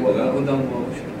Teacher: آخر الكلمة هو عبارة عن نون ساكنة، عبارة عن التنوين اللي هو نون ساكنة. مجرد ورا منها حرف الواو كان عندنا إدغام